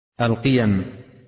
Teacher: هكذا تضبط القيم بتخفيف الياء